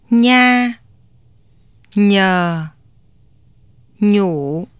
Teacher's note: Nya is a palatal nasal consonant which is created with the tip of the tongue being lowered toward the lower teeth and the back of the tongue rising toward the hard palate and contacting it.